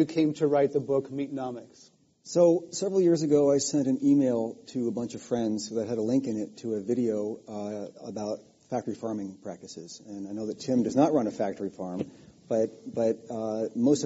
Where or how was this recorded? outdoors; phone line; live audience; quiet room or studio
live audience